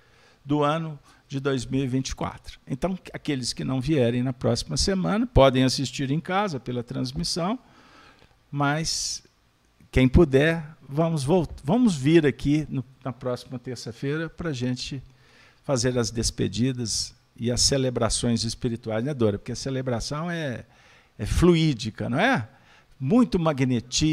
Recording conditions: live audience